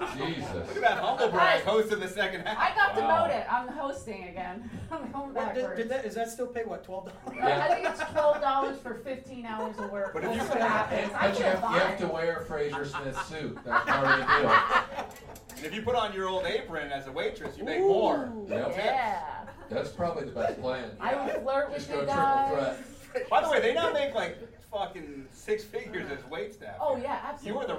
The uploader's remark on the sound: We're live in The Belly Room for Netflix Is A Joke: The Festival and we have a jam-packed show.